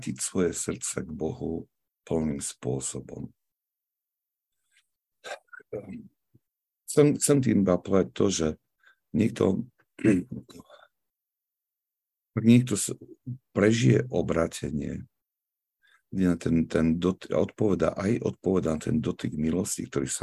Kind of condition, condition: link, video call